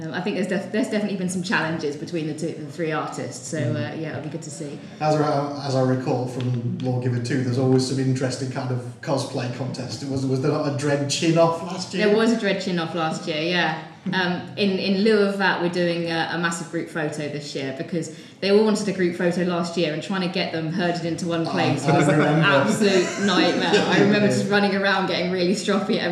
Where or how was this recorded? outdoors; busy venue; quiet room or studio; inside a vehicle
busy venue